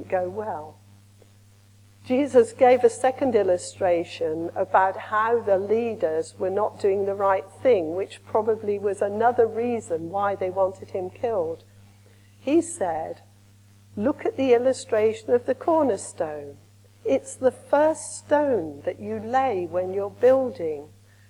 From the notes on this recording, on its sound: Recorded at the evening service. Andrew's Church, Shottery.